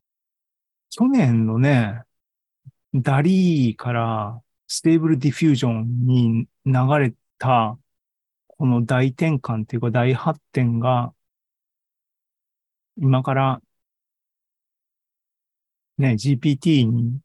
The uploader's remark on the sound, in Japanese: ２０２３年１月２５日に開催した ZOOMライブの模様です